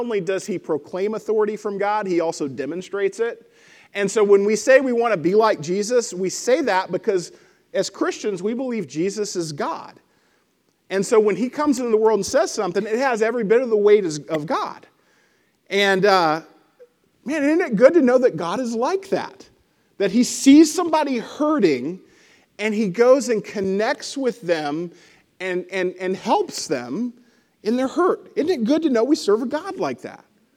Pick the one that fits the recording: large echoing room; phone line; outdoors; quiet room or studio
large echoing room